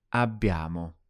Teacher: Spelt A-B-B-I-A-M-O. Make the double B nice and long